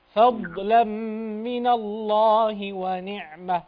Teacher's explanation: حقق السكون والاستطالة في حرف الضاد